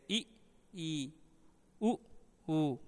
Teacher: जिह्वा और मुख विवर के ऊपरी भाग के बीच कम से कम दूरी रहने पर जिन ध्वनियों का उच्चारण होता है उन्हें संवृत कहते हैं, जैसे ई ई उ उ।